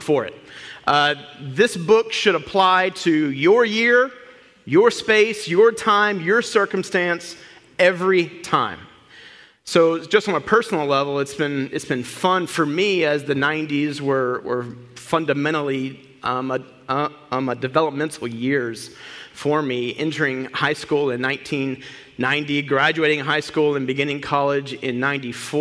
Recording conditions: large echoing room